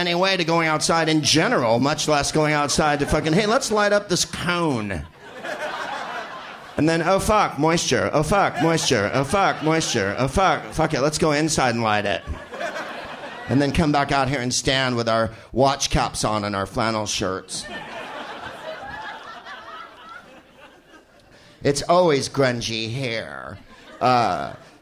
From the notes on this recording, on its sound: Live from The Crocodile in Seattle